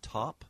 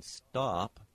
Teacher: the T in top has aspiration. The T in stop does not have aspiration.